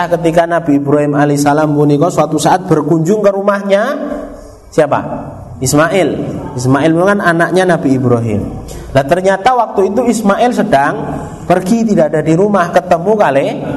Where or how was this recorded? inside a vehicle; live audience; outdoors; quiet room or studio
live audience